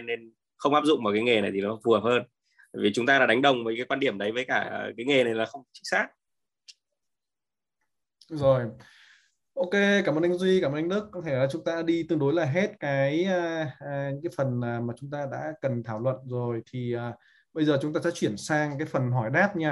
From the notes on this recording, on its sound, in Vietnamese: Nội dung âm thanh này đã được Arena Multimedia ghi âm lại từ nền tảng ứng dụng Zoom trong sự kiện Trò chuyện & Giải đáp: Multimedia Design.